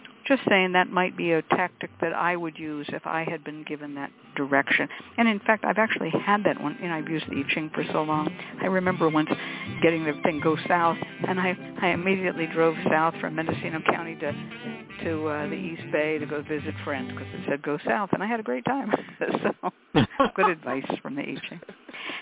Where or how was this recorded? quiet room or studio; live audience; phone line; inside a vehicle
phone line